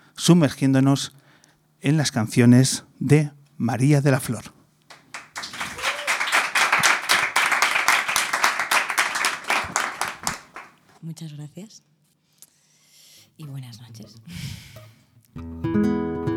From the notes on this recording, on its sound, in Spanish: vuelve a Headbanger Rare Guitars recuperando una de las piezas claves del programa: el público en directo